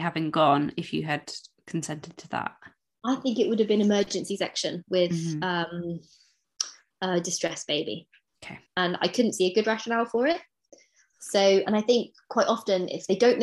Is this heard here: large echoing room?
no